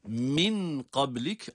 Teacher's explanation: ihfa sebebiyle nun gizleniyor. Fakat gizlenen nun ince olarak tutuluyor. Kalın değil. Kalın okunan gaf harfidir.